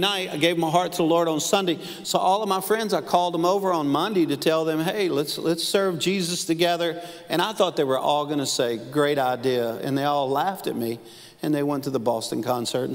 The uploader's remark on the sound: Live at NLC Conway.